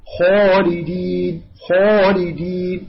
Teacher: يتصعد الصوت عند النطق بها إلى الحنك الأعلى · Term: مستعلي